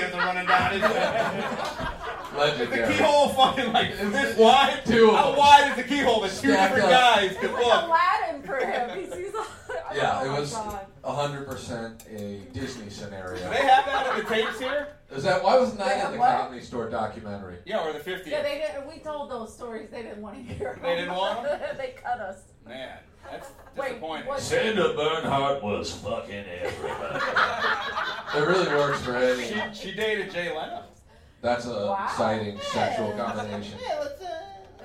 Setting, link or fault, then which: setting, live audience